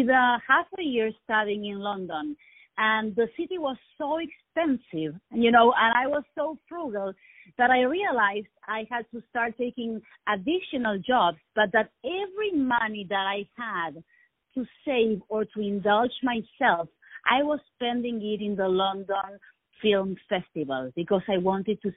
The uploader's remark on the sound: On the phone